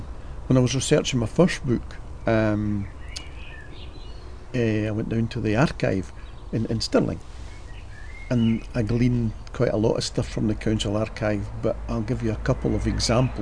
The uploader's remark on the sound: Recorded in the great outdoors in compliance with the pandemic public health rules.